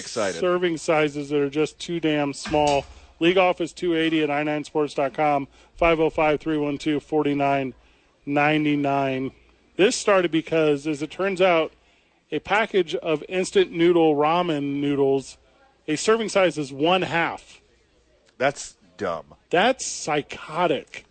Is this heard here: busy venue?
yes